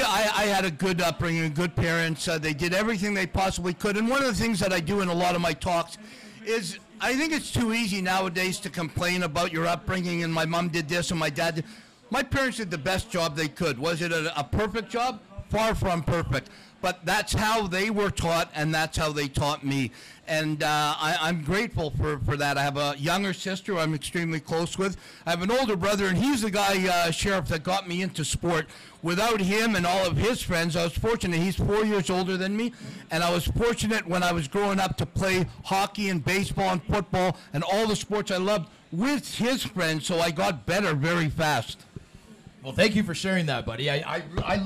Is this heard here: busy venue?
yes